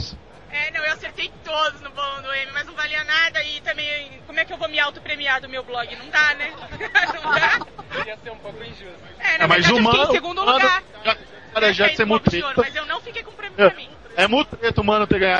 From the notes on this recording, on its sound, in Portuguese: Gravado diretamente da Campus Party. Escute os podcasters e blogueiros sobreviventes ao penúltimo dia de evento.